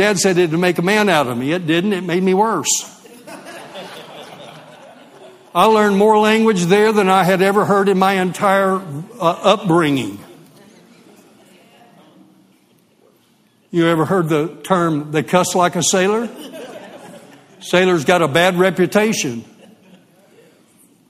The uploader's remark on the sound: LIVE Midweek Service